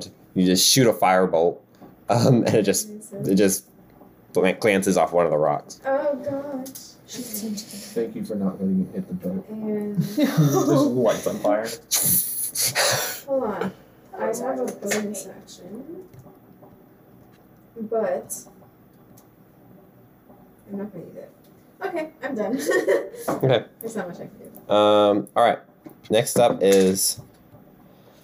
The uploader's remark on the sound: We had an equipment issue when recording this episode and the sound quality is noticeably worse than others.